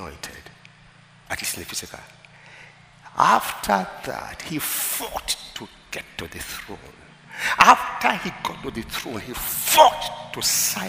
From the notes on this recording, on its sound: at the Emerge Leadership Conference 2021 on Sunday, September 12, 2021.